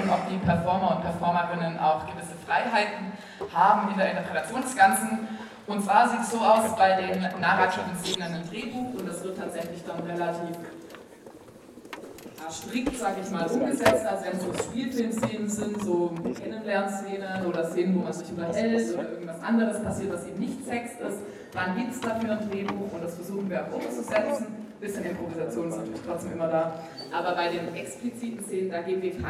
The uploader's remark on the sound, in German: Ein Mitschnitt vom Q&A. Bei der Indie Porn Night, dem letzten Abend vorm erzwungengen erneuten Lockdown des aka filmclub.